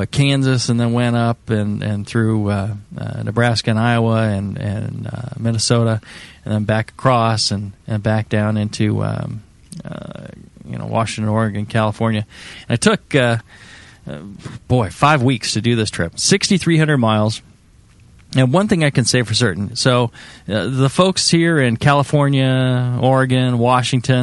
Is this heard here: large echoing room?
no